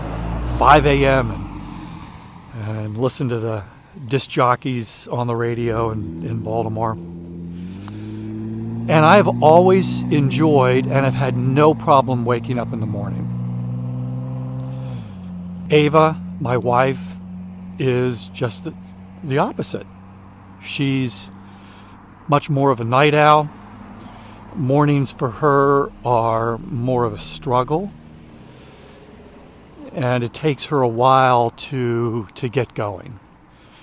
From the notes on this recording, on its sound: During today's ten-minute walk